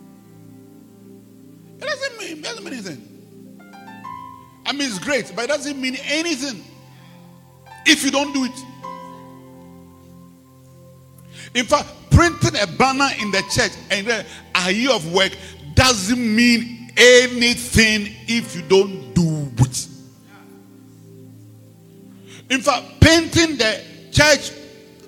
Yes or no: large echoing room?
yes